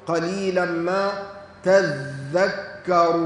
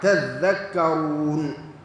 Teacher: أدغمت التاء في الذال لتقارب المخرج، فإن التاء تخرج من طرف اللسان مع أصول الثنايا العليا، والذال تخرج من طرف اللسان مع أطراف الثنايا، ثم بعد ذلك تشترك التاء مع الذال في الإصمات والاستفال والانفتاح.